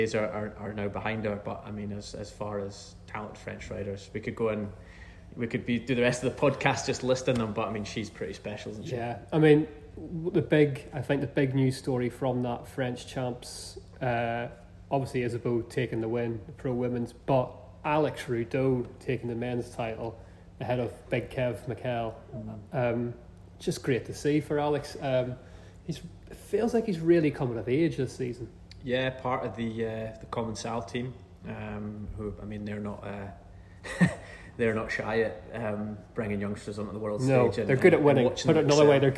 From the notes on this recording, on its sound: Someone has let us record the podcast in a brewery! Report in from Tempest Brewing Co.